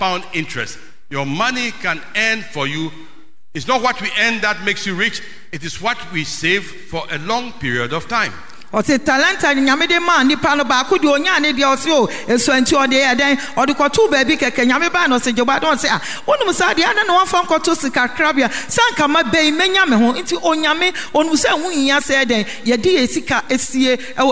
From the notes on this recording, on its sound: Sermon preached at CBC Shiashie Campus.